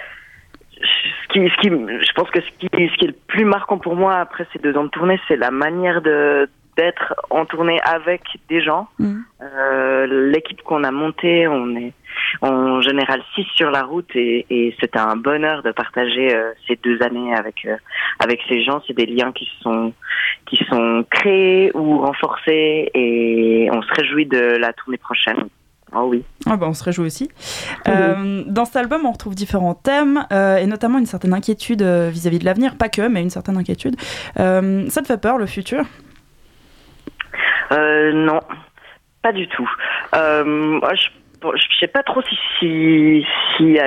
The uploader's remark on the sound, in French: Interview téléphonique